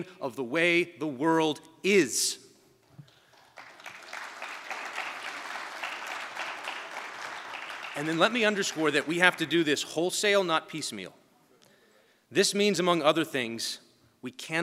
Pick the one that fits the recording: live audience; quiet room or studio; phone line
live audience